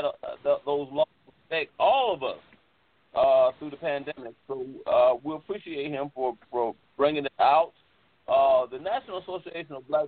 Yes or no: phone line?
yes